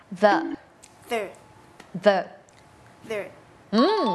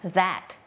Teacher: จะเป็นเสียงvoice เนี่ยแปลว่าเส้นเสียงของเราเนี่ยมันจะสั่น